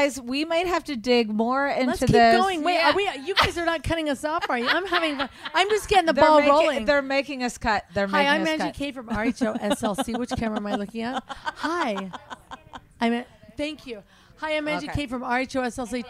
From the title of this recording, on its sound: Live From BravoCon